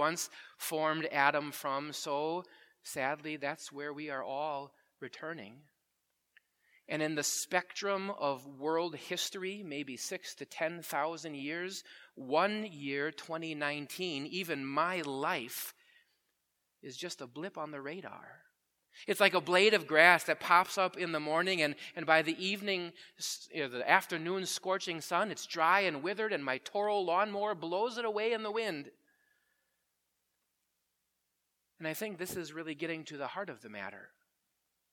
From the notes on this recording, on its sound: Preached at Grace Ev. Lutheran Church.